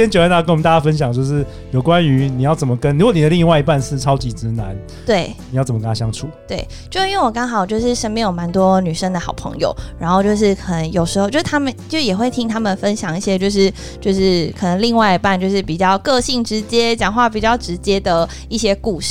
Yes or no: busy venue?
no